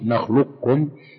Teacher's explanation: وكذلك في القاف إذا أضغمت في الكاف في نخلقكم، فإنك تبقي صفة الاستعلاء في القاف عند النطق